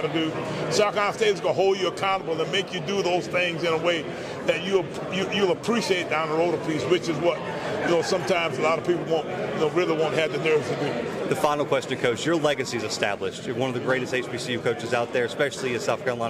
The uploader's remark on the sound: live from MEAC Media Day in Norfolk, Virginia